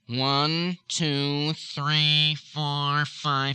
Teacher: You can hear that air going into my nose and not being allowed to come through the front.